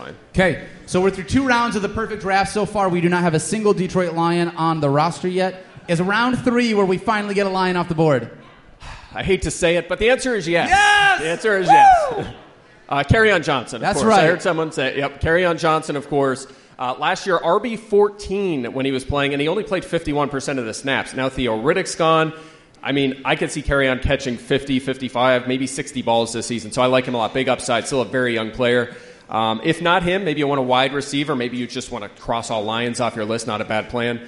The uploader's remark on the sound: The crew comes to you live from The Hard Rock Cafe in Times Square. Audience Q&A.